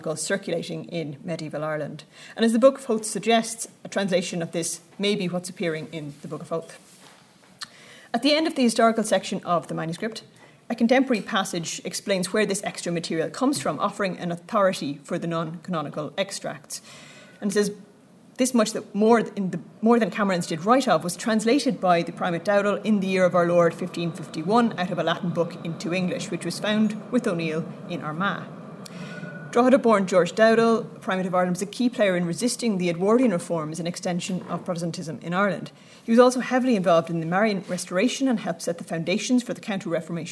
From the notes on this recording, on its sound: at the 2022 Tudor and Stuart Ireland Conference